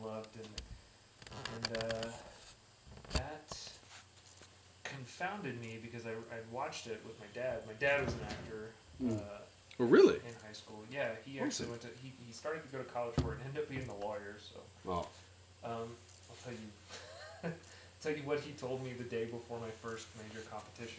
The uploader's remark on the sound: Technical difficulties can't stop The Ghost Lights Podcast!